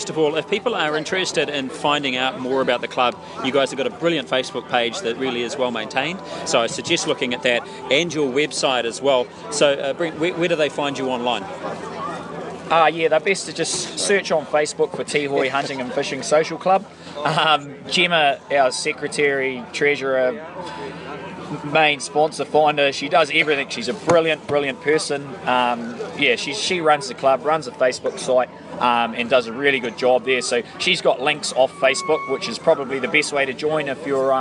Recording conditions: busy venue